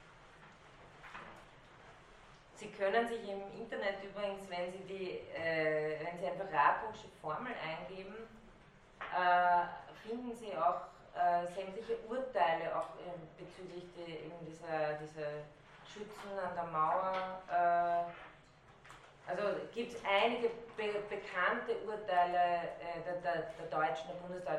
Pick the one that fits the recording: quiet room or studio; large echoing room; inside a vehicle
large echoing room